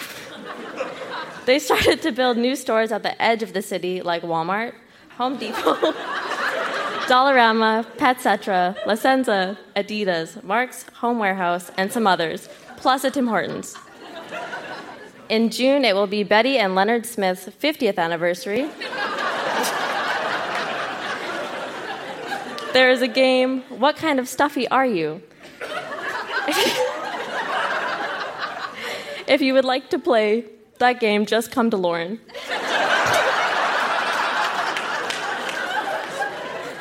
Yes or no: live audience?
yes